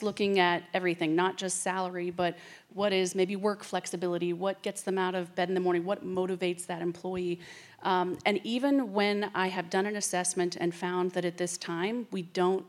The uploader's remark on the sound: Highlights of the career advancement panel from the recent Ignite ICT Women's Conference.